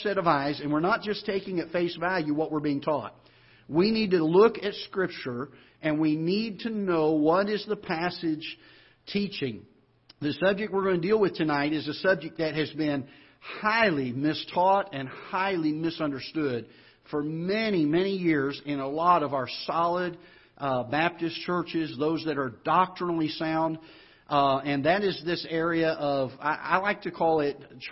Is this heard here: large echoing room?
yes